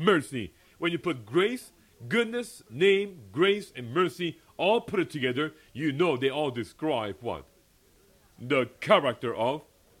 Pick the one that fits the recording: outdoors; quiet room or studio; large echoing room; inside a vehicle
large echoing room